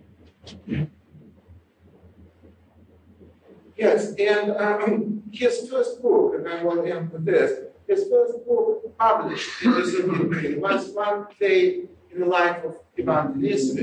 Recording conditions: poor sound quality